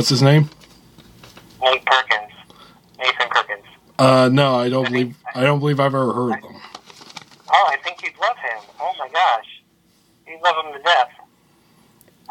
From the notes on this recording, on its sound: Recorded via phone. In Grand Rapids, Michigan and Las Vegas.